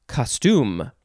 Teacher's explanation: you would emphasize the second syllable, so it would be costume.